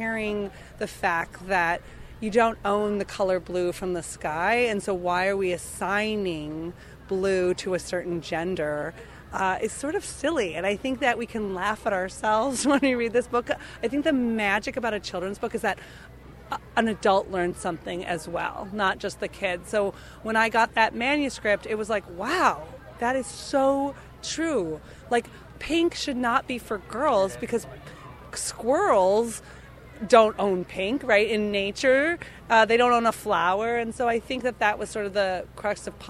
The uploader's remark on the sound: At the Bay Area Book Festival in Downtown Berkeley, Ca. We’ve recorded four readings along with short conversations with drag performers, authors, a publisher and a parent.